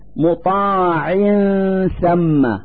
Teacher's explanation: نلفظ النون الساكنة من كلمة مطاع من مخرج الثاء من كلمة ثم، فنقول مطاع ثم مع إظهار الغنة التي تدل على وجود نون ساكنة.